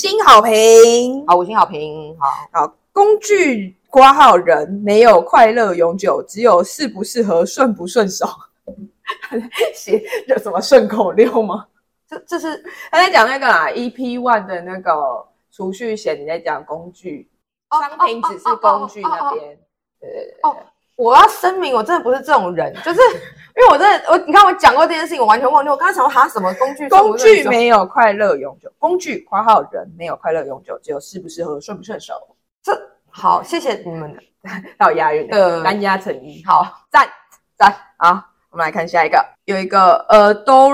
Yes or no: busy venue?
no